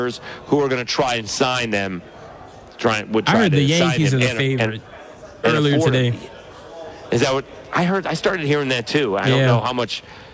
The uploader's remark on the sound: SportsChat is LIVE in Nashville from SEC Media Days.